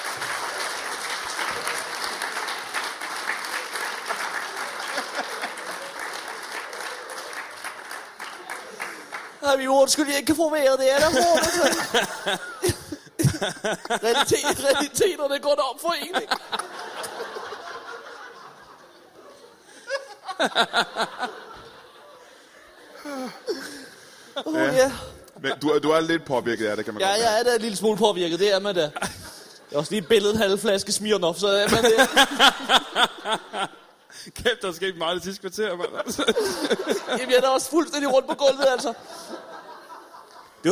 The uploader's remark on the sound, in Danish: LIVE fra Værket i Randers